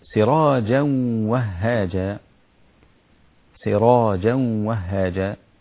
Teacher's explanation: السين رقيقة، الراء مفخمة